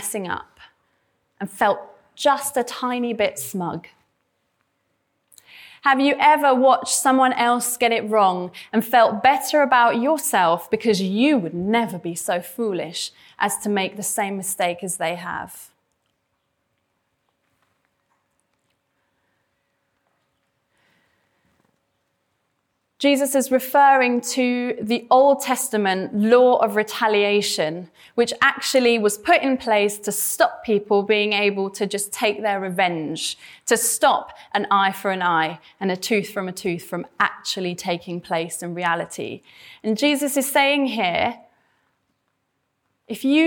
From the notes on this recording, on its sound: This sermon was preached at Welcome Baptist Church